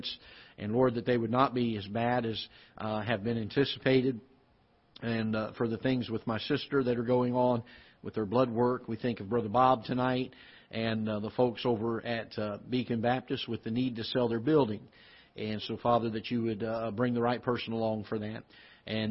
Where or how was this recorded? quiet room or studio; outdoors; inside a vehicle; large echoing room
large echoing room